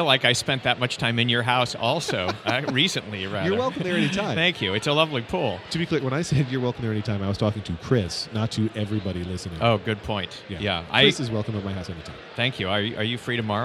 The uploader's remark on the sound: an episode taped live at Podcast Movement